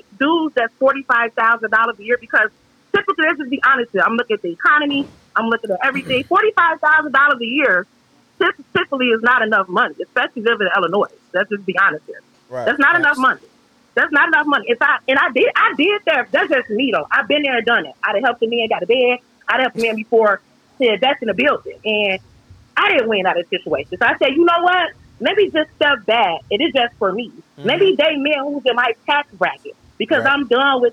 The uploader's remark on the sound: Guests call-in live to share the wildest stories.